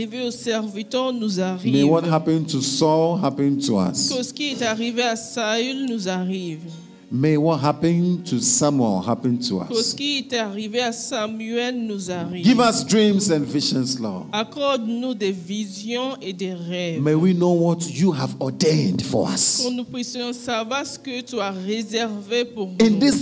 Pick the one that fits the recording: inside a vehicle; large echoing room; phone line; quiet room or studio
large echoing room